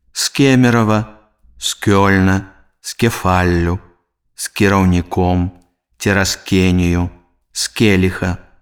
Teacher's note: Згіб, з геаграфіі, з гербам, з гейзера, без Геннадзя. Звонкі зычны «з» перад мяккімі глухімі «к», «х» аглушаецца і вымаўляецца як свісцячы «с».